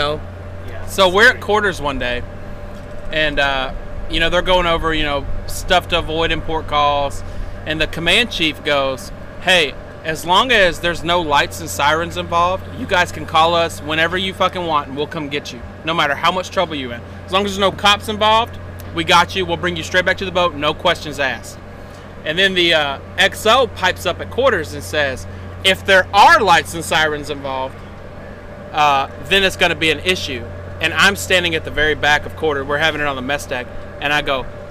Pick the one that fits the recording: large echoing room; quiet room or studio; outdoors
outdoors